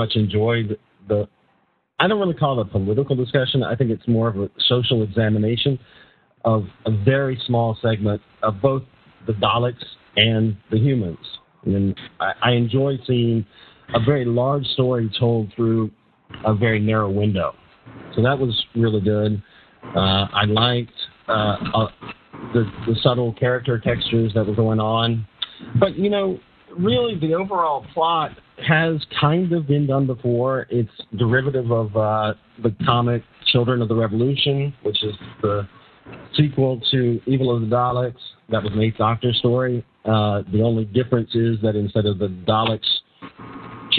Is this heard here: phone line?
yes